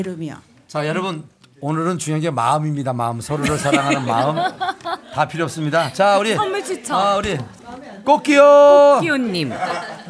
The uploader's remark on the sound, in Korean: 공개방송